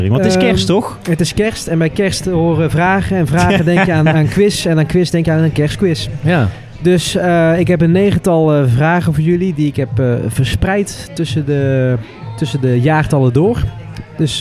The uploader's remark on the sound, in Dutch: live vanuit cafe Steck in Tilburg